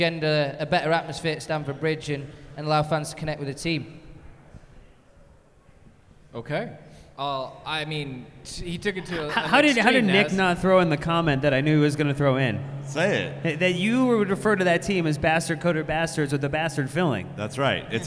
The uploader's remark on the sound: LIVE from Philly